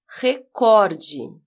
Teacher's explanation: Trata-se, portanto, de uma paroxítona, tem a penúltima sílaba mais forte. A sílaba cor é a mais forte.